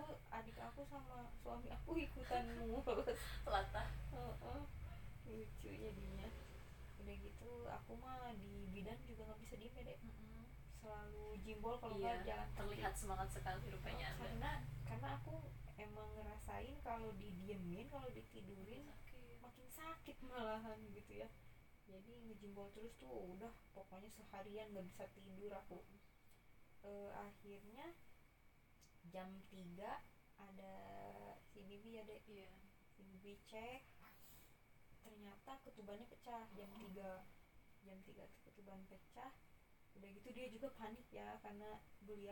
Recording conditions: uneven or low level